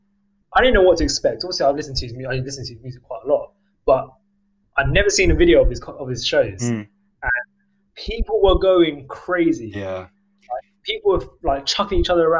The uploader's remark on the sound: I have absolutely butchered my own audio, facing some major technical difficulties.